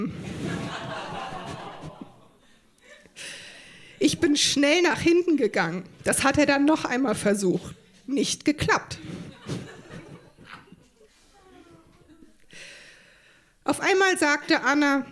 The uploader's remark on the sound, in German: Auswahl der Beiträge von der „texte von gestern“-Liveshow. Im Monarch, Berlin. An den Monarch, unser tolles Publikum.